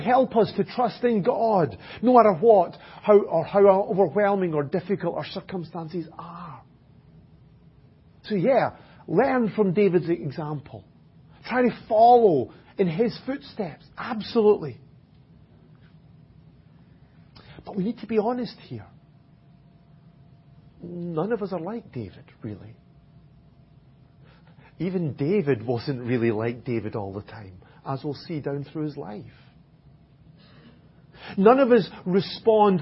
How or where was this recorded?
large echoing room